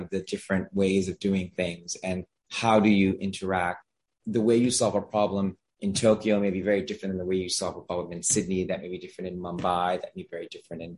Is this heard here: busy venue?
no